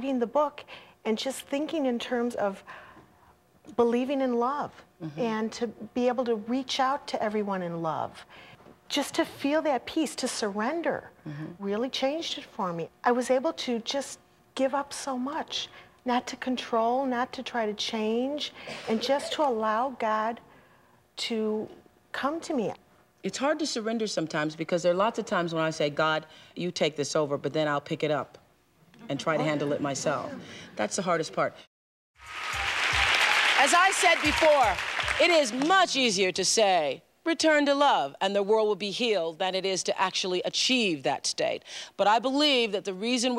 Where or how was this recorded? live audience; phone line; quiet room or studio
live audience